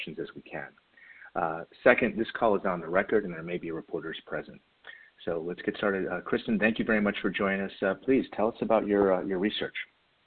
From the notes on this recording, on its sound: for a conference call